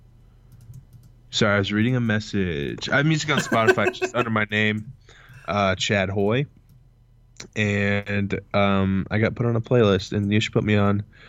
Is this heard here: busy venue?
no